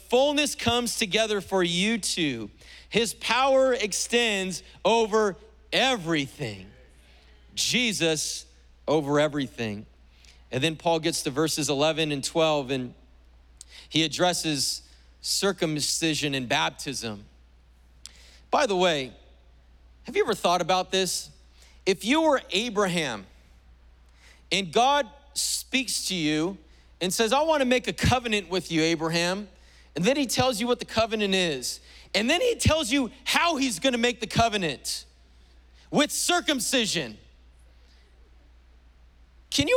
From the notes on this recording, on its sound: was preached on July 4th at the 11:30AM service